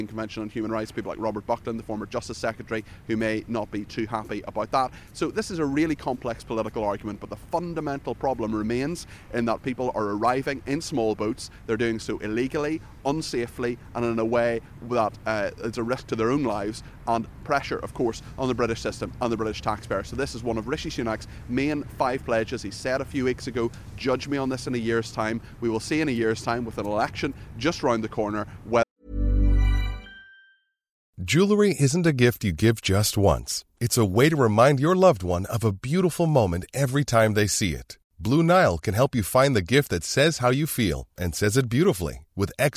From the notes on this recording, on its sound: live from College Green